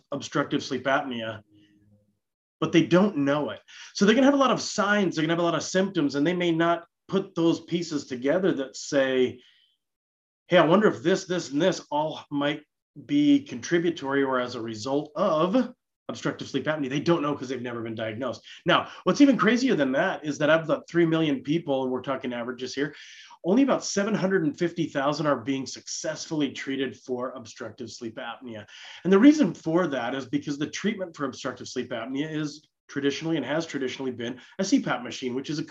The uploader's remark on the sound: This live interactive webinar.